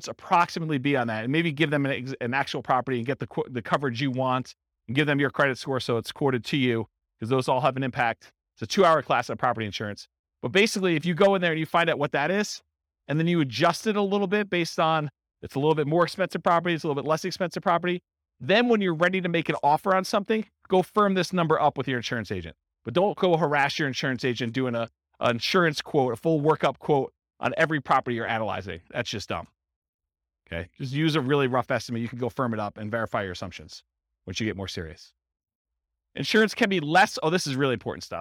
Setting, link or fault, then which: setting, live audience